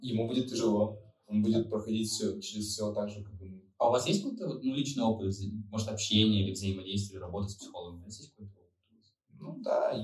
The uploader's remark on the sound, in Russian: В этом подкасте есть небольшие проблемы со звуков